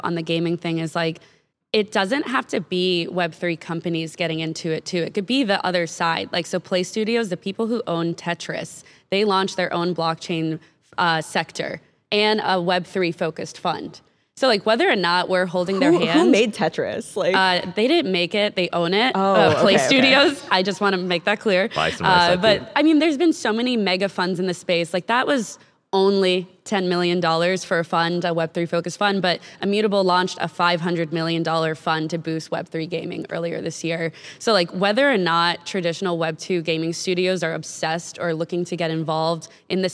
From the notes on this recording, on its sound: Recorded our Thursday episode live from stage at TechCrunch Disrupt in San Francisco. We shook things up this week and recorded our Thursday episode live from stage at TechCrunch Disrupt in San Francisco.